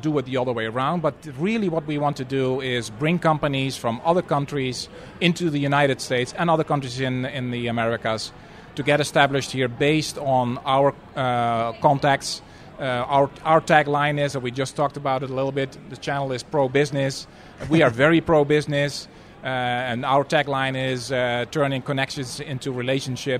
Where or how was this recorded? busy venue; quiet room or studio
busy venue